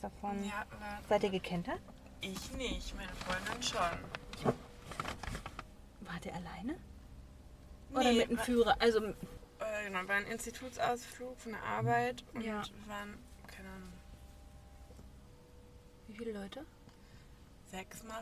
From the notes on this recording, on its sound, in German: Live aus dem Auto: Wir warten auf unser Essen